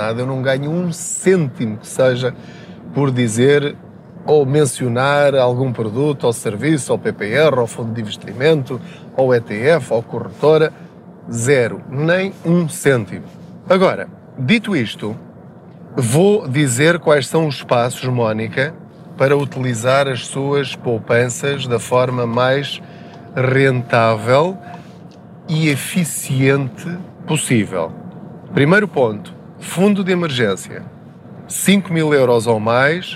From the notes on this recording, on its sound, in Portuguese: Não ligue aos barulhos da viagem.